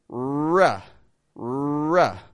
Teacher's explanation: Pushed away from the face. To make a stressed R, we put the tongue into the R position and we make the W movement. · when we make the stressed R, we make the W movement with the lips.